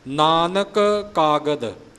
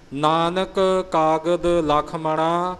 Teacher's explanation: नानक का आखिरी अखर कका है कागद का पहला अखर कका है इनू आप रलगड़ नहीं करना नानक कागद इं पढ़ांगे तो एक कका खत्म हो जाता है। · Term: पूरा उचारण